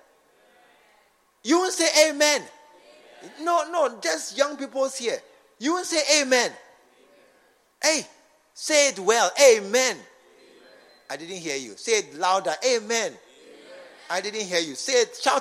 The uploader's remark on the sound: Preached at the True Vine Cathedral Bantama.